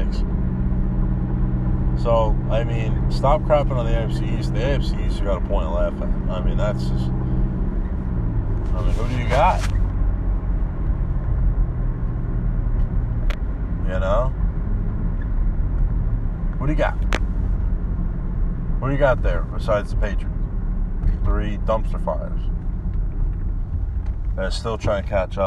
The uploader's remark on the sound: I rant on the game of football in my car